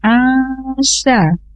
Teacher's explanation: nun sukun yang tadinya an berhadapan dengan sin menjadi diikhfakan atau disamarkan